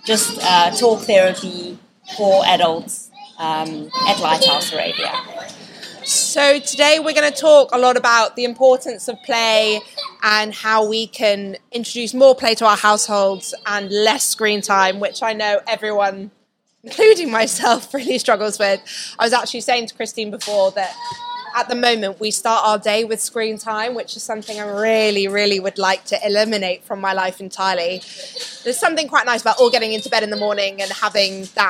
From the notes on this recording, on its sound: Excuse the background noise but here is our very past live podcast. A big thank you to LEGO Certified Stores for hosting this live event.